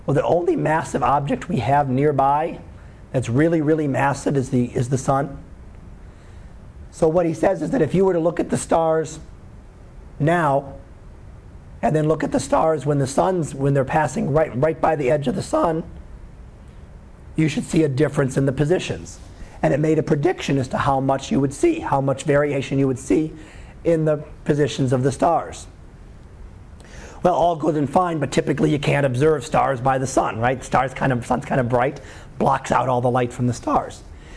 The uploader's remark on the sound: Live Class Lecture 2013 Jun 13